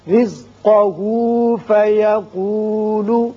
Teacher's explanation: را باریک ہوگا، اس لیے کہ نیچے زیر ہے، جب بھی زیر آئے را کو باریک پڑھتے ہیں، قاف